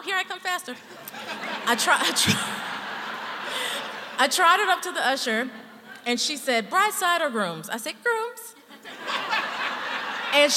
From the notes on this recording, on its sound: true stories told live on the Story District stage